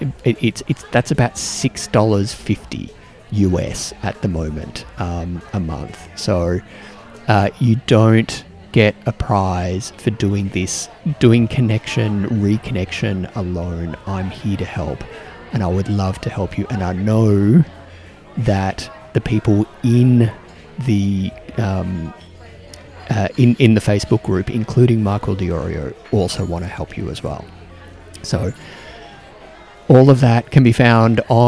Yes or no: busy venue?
yes